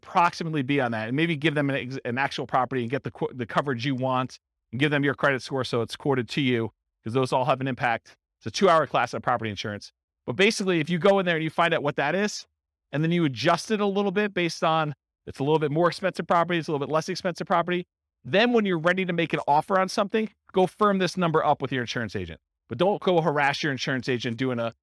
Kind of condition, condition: setting, live audience